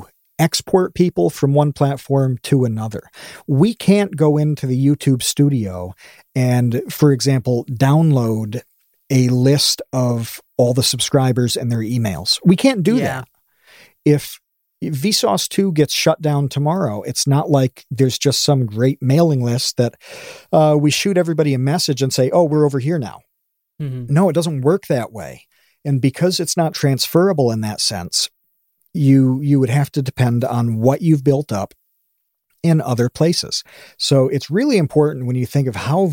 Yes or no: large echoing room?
no